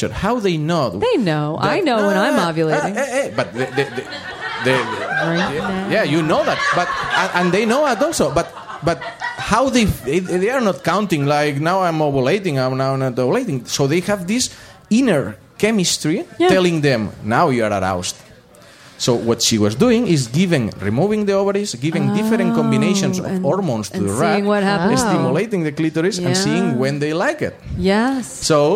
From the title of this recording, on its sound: Live in DC